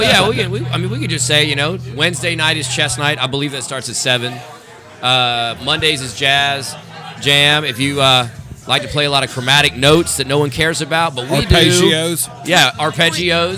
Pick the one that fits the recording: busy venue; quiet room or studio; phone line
busy venue